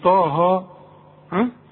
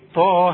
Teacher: ده الطاء تخينة والهي مرققة · Shown in: second take